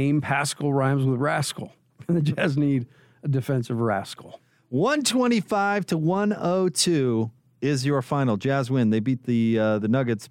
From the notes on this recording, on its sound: Courtside interview. Postgame press conference audio.